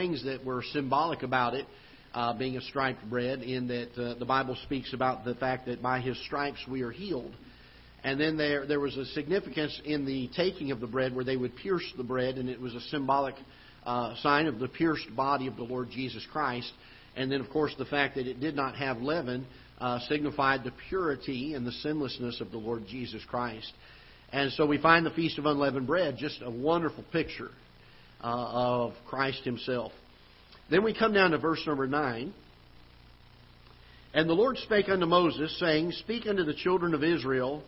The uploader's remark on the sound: Ketha Heights Baptist Church ~ Live Broadcast